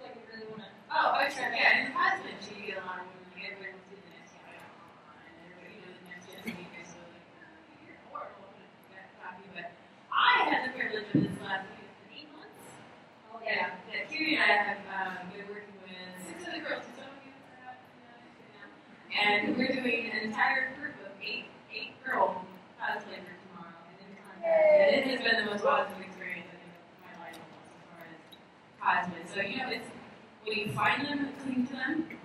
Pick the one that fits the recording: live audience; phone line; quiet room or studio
live audience